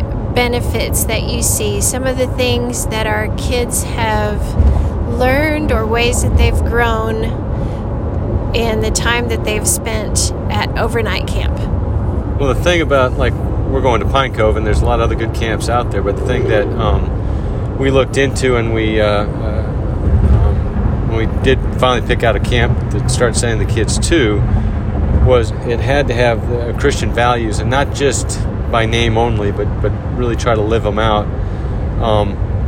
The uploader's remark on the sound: In the excitement of driving to camp at Pine Cove